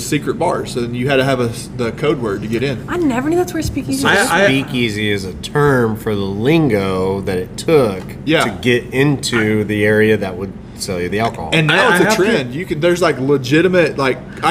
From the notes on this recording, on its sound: This week we are LIVE from Gusano's Pizza